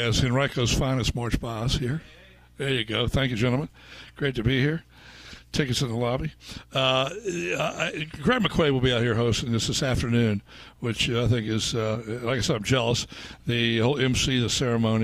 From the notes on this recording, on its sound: live at the Country Club of Virginia for the Dominion Energy Classic